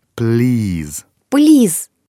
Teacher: А здесь надо ухитриться произнести достаточно твердый «л», после него «и». В английском языке нет звука «ы».